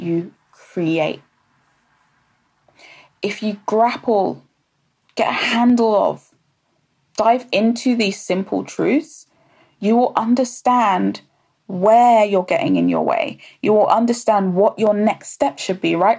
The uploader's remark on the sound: Live on Instagram